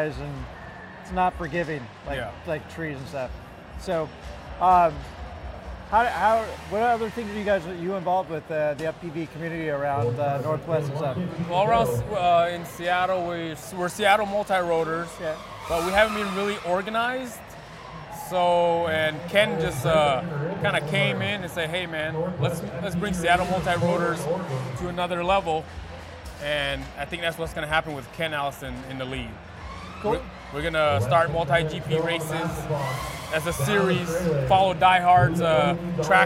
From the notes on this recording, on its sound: The Drones Garage team had the awesome opportunity to go to GE2.live and do coverage for the drone racing event. More coverage and interviews with Pilots and Vendors that were at the event. GE2.live was held at the WAMU theater in Seattle, WA.